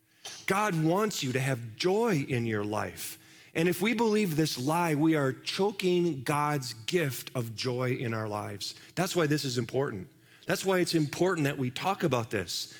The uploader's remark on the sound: Live from our Celebration Ministry Center